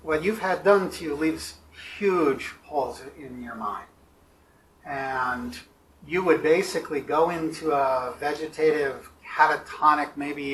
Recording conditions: poor sound quality